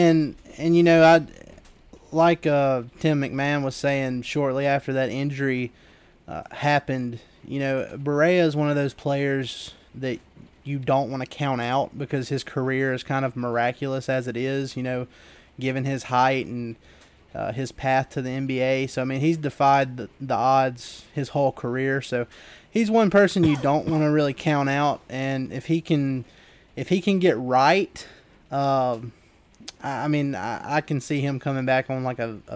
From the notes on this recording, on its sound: live from the Final Four